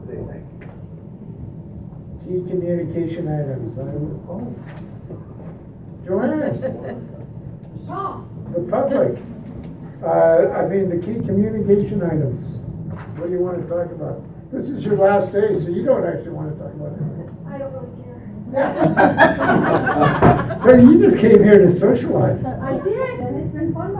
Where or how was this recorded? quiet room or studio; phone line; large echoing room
large echoing room